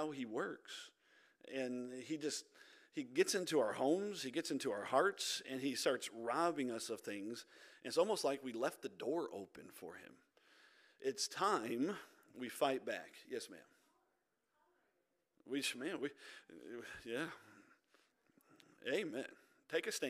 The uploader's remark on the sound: This audio is from our Wednesday Night Service.